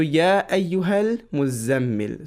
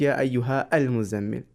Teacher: the aliful wasl is considered silent. You cannot make the sound of aliful wasl. · Shown in: first take · It's just there that when you're, if you're starting that, if you're starting from that alif, that's when you use the sound of alif al-wasl.